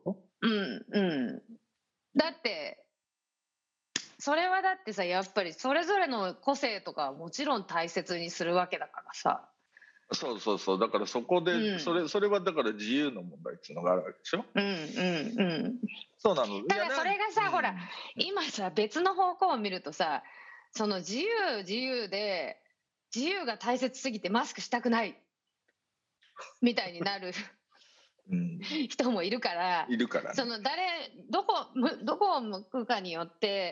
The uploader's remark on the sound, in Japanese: 本収録はビデオ会議サービス「Zoom」を使用し。一部聞き取りづらい箇所があります。